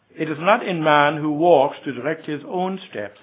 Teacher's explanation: Notice the stress is here on his own steps